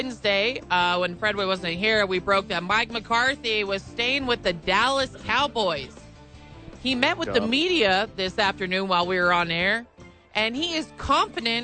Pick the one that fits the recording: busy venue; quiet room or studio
busy venue